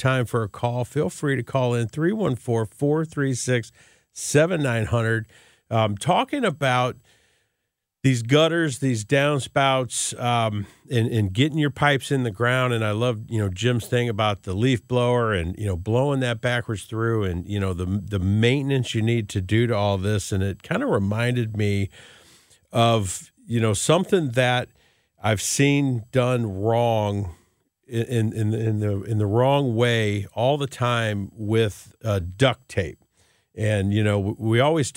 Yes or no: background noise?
no